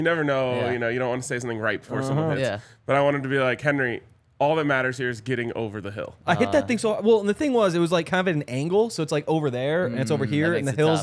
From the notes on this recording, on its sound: coming to you LIVE from the DNVR Bar